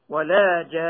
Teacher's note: ومعلوم أن المد اللازم أقوى من المد العارض للسكون، وحينئذ يعمل بالسبب الأقوى ويكون المد لازما كلميا مثقلا